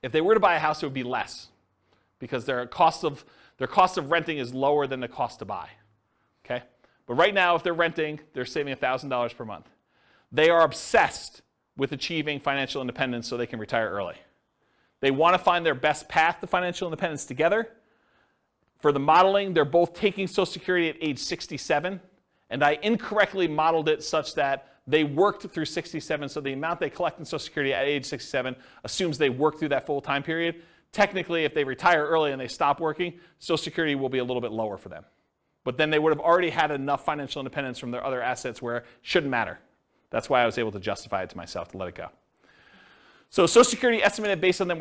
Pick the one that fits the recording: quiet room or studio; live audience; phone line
live audience